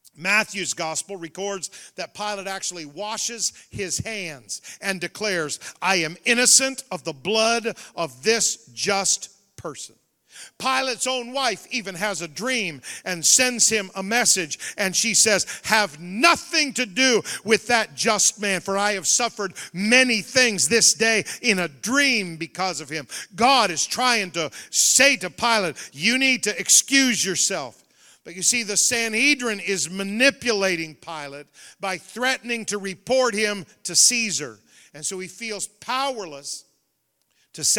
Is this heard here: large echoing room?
yes